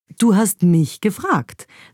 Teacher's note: wenn man das mich betont beim Satz, du hast mich gefragt, dann klingt es fast wie so ein versteckter Vorwurf